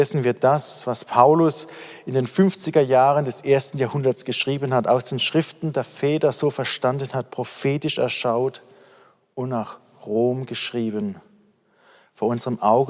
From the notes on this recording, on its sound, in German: aus dem Online-Gottesdienst der Missionsberg-Gemeinde (Liebenzeller Mission)